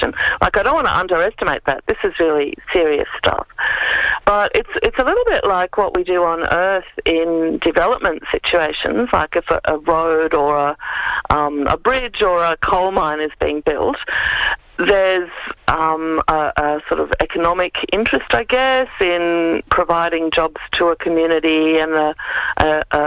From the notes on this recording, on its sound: on the phone from Adelaide